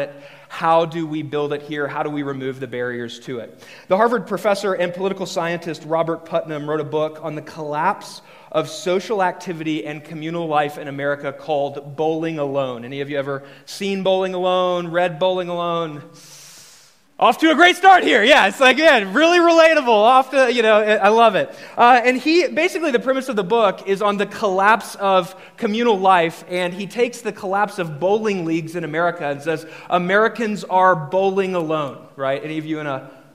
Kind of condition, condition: setting, large echoing room